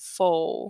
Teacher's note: Instead of four, she said foe, with a W.